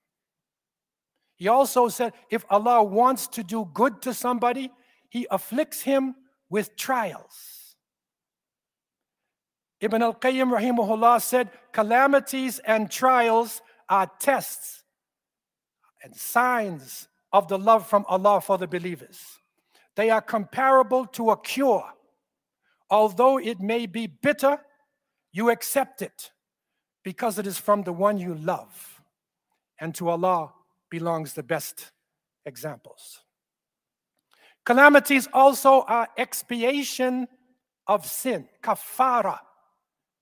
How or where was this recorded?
large echoing room